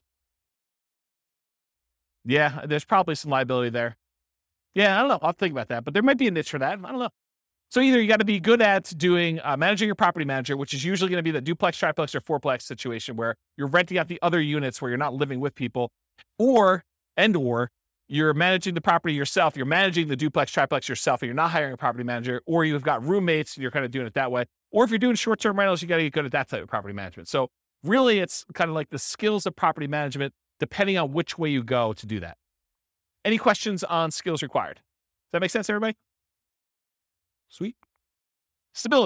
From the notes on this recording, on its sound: This was a live class recorded